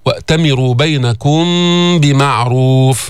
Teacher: هون إخفاء شفوي، ميم مخفات في اللفظ بغنة عند الباء